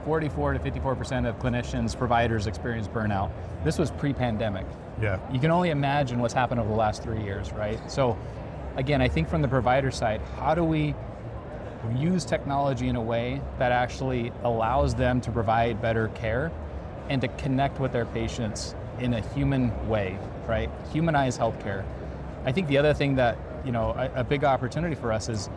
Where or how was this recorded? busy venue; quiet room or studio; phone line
busy venue